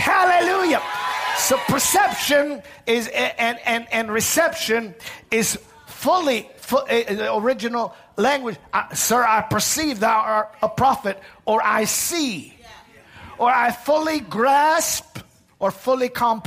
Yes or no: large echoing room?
yes